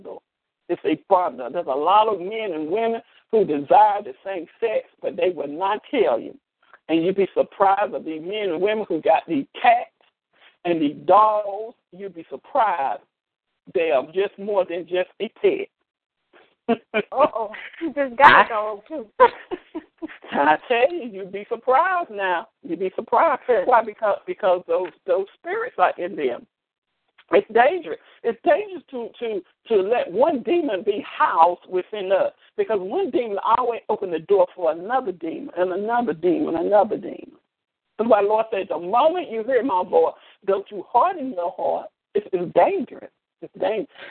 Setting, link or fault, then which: link, phone line